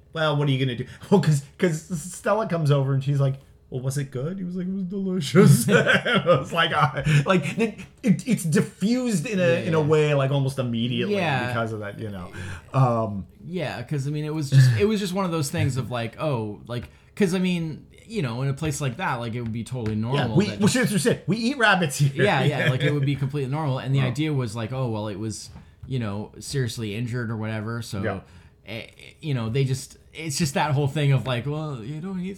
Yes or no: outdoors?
no